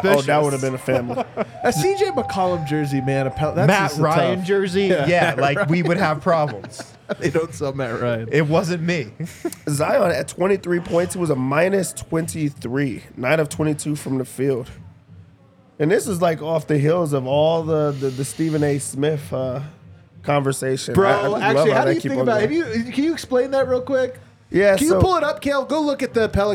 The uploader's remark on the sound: come to you LIVE from the DNVR Bar